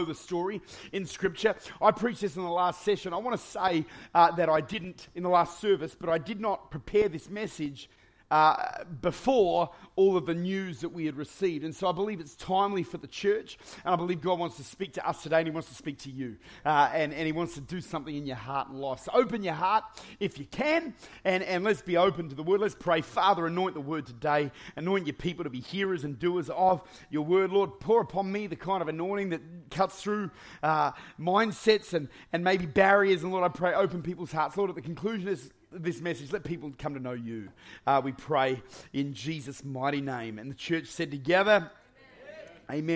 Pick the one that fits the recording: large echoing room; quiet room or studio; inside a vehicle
large echoing room